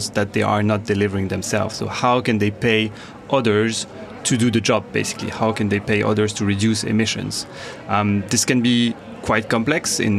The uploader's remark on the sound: At COP26. Joining us from a busy COP26 conference centre.